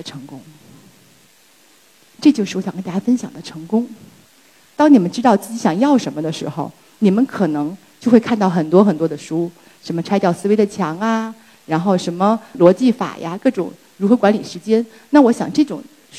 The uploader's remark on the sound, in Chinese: 今天在一刻演讲的舞台上分享我的故事。